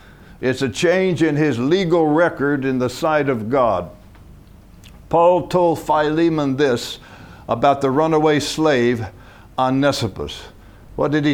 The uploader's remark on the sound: From the HeartCry Asia Conference 2023.